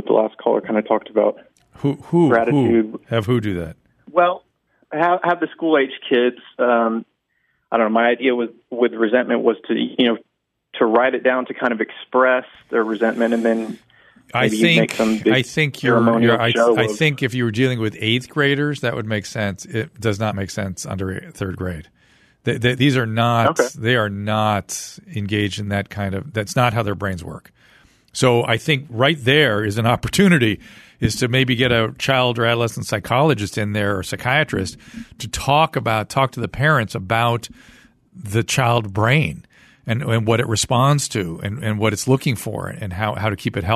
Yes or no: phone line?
yes